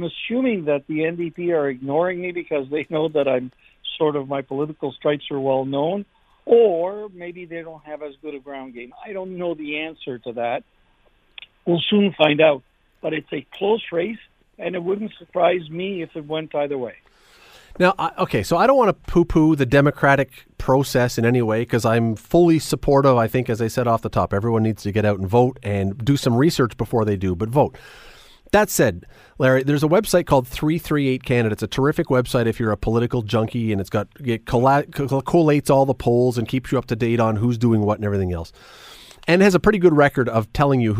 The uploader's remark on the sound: We opened up the phone lines to get your take!